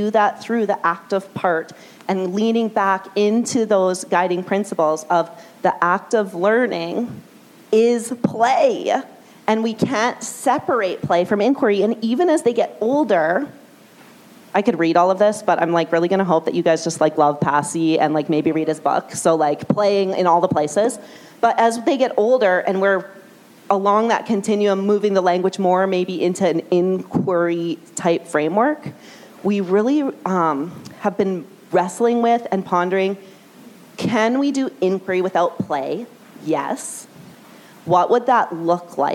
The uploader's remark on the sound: A session from a LeadMeet gathering that was held at the Royal Glenora Club in Edmonton. LeadMeets are evening gatherings organized by the CSL where local leaders share their tips for positively impacting student learning.